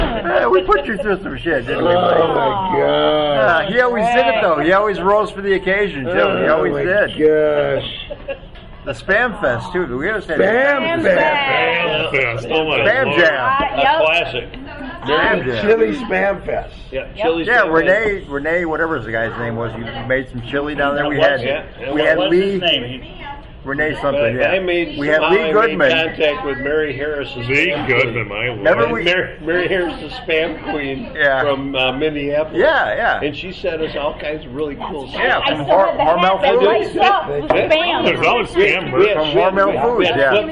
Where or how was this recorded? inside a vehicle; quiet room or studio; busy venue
busy venue